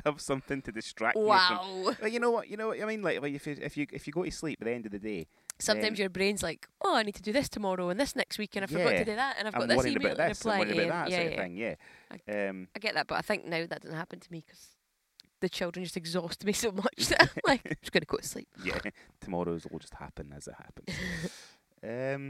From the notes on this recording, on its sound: Recorded from a campervan in Inverness